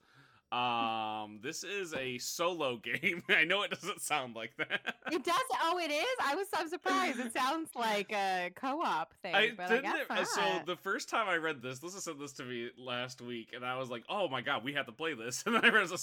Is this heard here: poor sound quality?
no